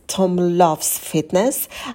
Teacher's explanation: В слове loves посидите подольше на звуке л, потяните его. Потом у нас краткий а, проскакиваем побыстрее.